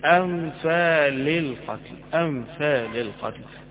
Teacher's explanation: جبت الهمزة من آخر الحلق وبعدين جبت النون من الأنف وبعدين جبت اللام من اللسان، حروف بعيدة عن بعضها ما فيهاش النغمة اللي موجودة في القرآن.